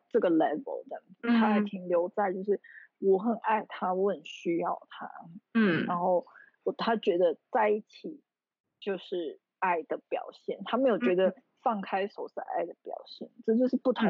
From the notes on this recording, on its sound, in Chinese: 這次是我第一次嘗試遠端視訊防疫採訪。爆雨導致網路不太穩定，讓我一直很在意錄音品質，一直無法完美同步，Lag變成有點搶話的狀況，桑心啊….